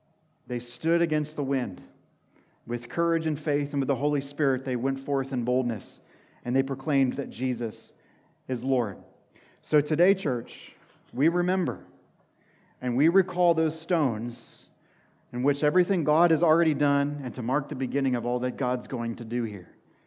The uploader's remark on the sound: sermon at Washington Union Alliance Church